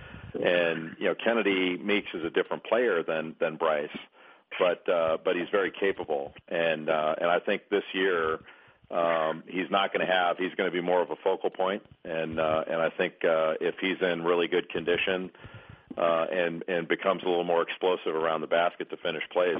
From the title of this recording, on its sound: ESPN CBB Conference Call